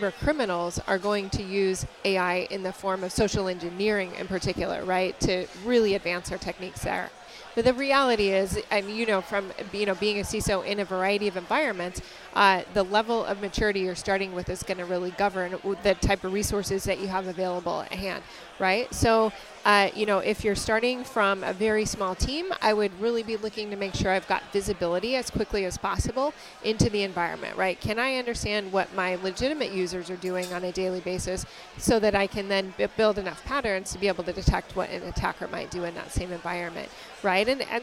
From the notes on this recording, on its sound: conducted live at RSA 2023